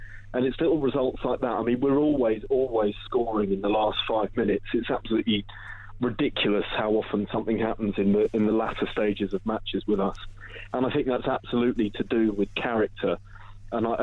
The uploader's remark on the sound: the first ever podcast phone-in